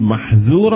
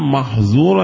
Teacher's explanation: أما الذال حرف مرقق الظاء حرف مفخم